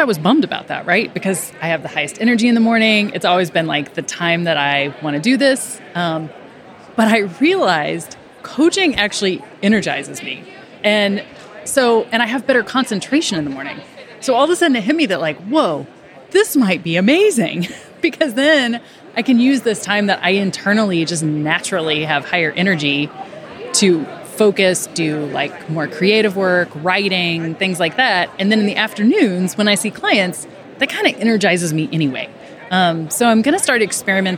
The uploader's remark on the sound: Unbusy LIVE at FinCon22